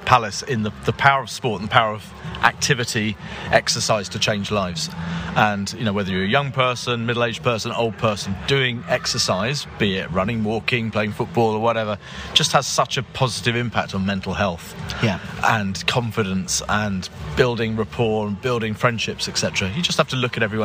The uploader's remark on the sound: Live action from the Palace For Life Foundation Marathon March 2023.